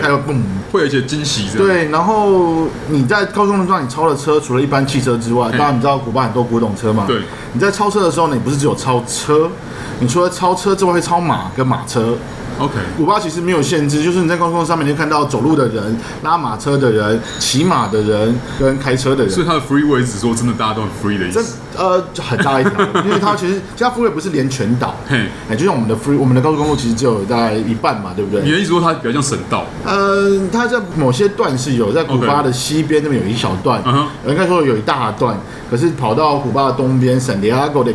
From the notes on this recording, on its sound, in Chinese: 本集白噪音指數：蚊風級 1/5。ABV Bar & Kitchen 內的精釀啤酒們也都安安份份地被收在冰櫃中。錄音地點： ABV Bar & Kitchen 台北日式居酒館。